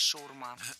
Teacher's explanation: Шаурма с ударением на окончании